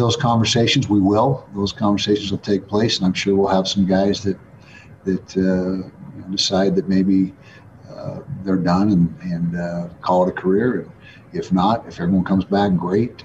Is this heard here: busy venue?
yes